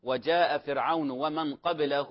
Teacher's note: الخطأ الذي يقع فيه البعض يقولون وجاء فرعون ومن قبله وهذا خطأ، أعطي مقدار المد الصلة الصغرى 2 حركات